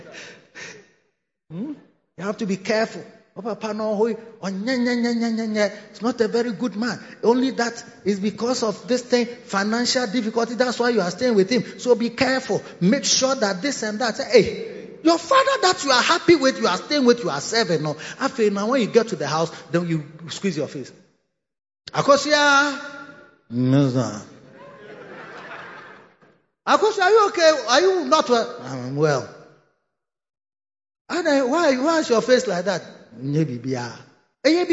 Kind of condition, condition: setting, large echoing room